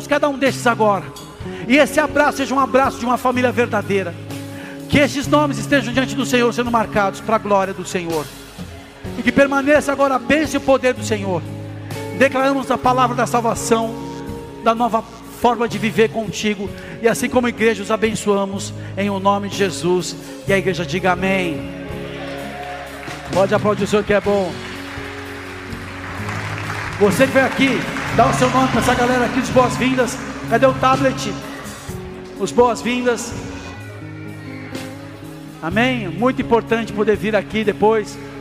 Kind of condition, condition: setting, large echoing room